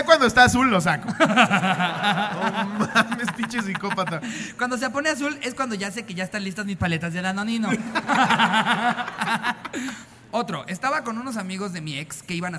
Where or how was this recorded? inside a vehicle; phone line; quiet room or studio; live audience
live audience